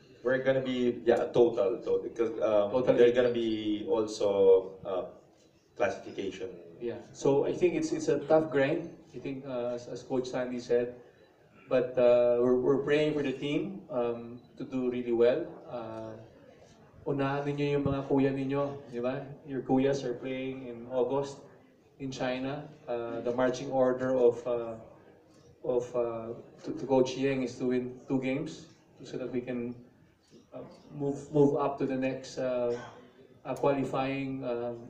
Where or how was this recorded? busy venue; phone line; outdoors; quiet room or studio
busy venue